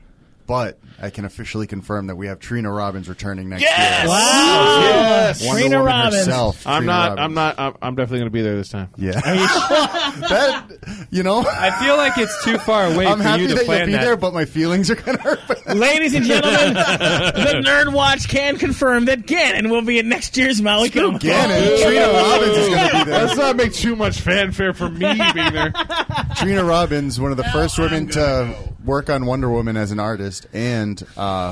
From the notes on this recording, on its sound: All this recorded live at Maui Comics & Collectibles.